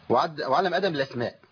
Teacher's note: ده مد بدل لابد من ايه؟ ان انا مد حركتين. وعلم ادم لا ادم لا ادم لابد من مد حركتين.